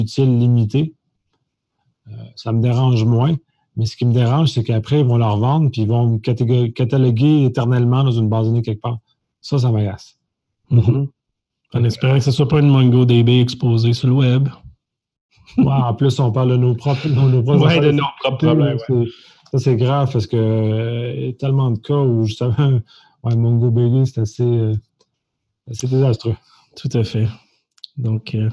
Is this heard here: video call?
yes